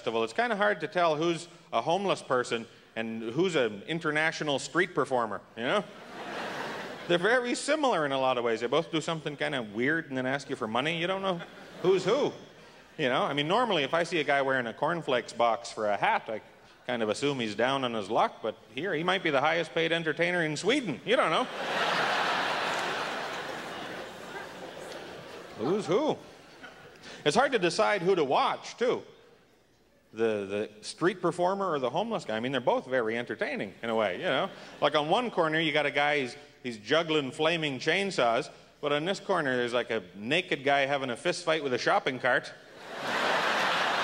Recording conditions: live audience